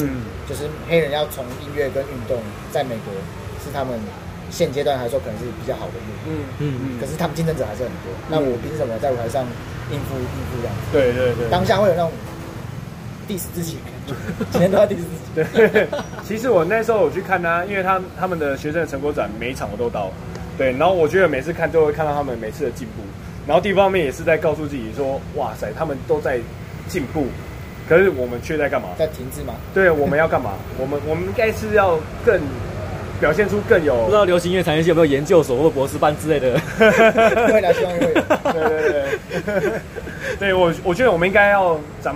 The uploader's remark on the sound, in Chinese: 錄音地點：台南 牽咖啡